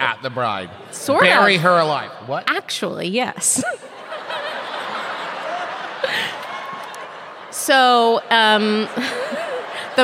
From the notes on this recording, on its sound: This week’s episode is the LIVE show from Boston, MA!